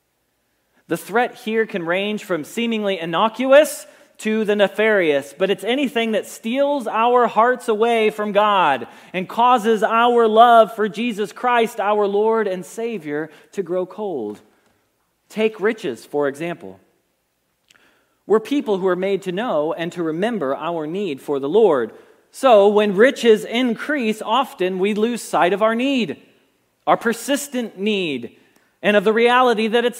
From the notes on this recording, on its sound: Message Preached at Valley Creek Church